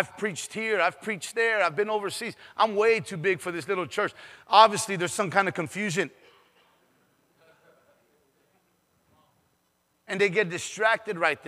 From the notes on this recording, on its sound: PREACHED IN SAN ANTONIO TX